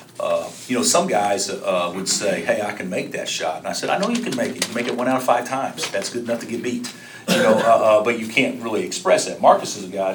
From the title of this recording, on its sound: Press Conferences & Post-Game Interviews